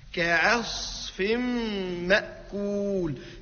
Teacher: والصاد بركة مفخمة، كعصف مش كعس